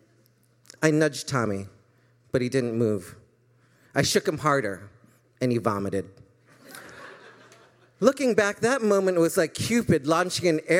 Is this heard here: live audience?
yes